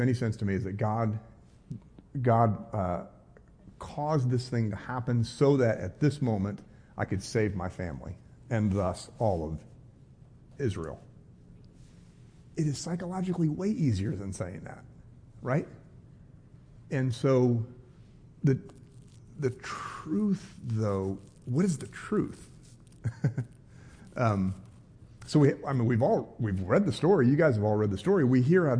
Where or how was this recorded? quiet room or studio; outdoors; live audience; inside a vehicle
live audience